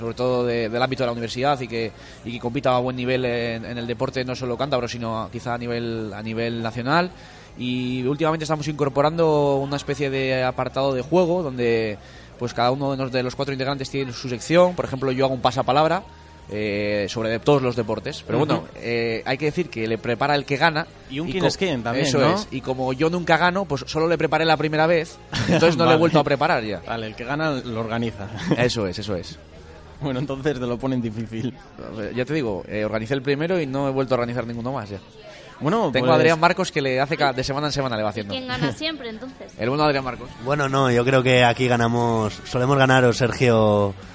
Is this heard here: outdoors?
yes